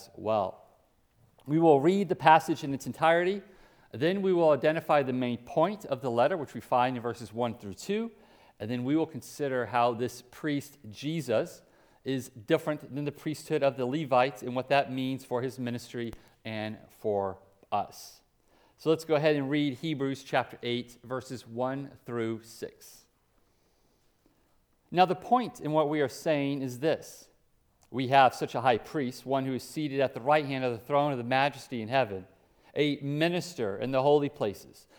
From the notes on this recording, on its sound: Preached at Hope Community Church, West Salem, WI